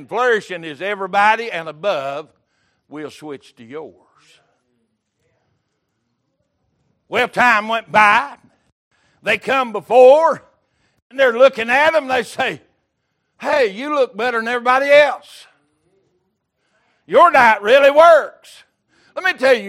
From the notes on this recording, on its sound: Recorded January 15, 2023 - Sunday Morning Service